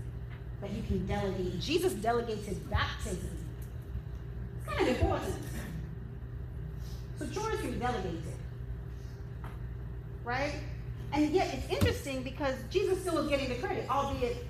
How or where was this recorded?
live audience